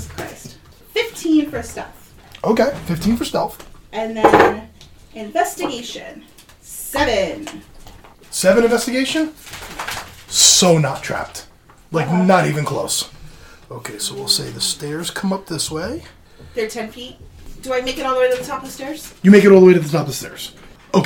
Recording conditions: sounds in the background